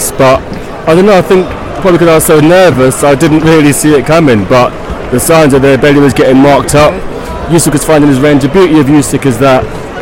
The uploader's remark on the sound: Live from Usyk v Bellew